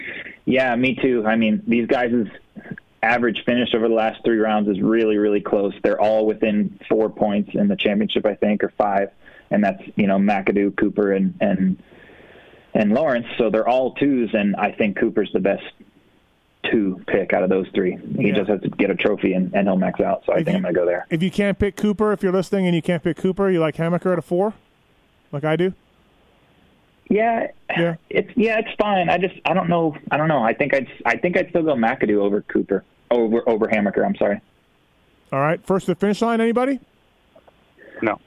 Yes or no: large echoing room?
no